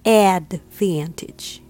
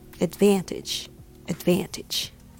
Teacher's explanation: Stress is on the second syllable, so van should be the strongest part. · Shown in: second take